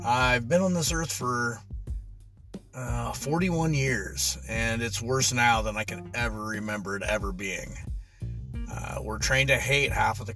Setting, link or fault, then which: setting, inside a vehicle